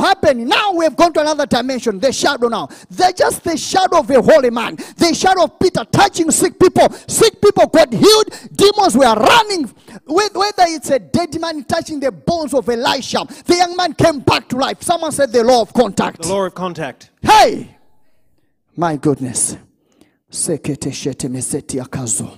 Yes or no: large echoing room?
yes